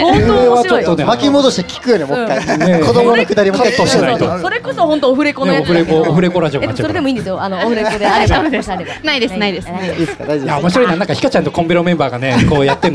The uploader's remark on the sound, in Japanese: ついに、初のリアル公開収録を、逗子海岸海の家「シーサイドリビング」さんをお借りしてやってきました！ガチオフラインははじめてだし、海の家という環境で収録するのもはじめてだったので。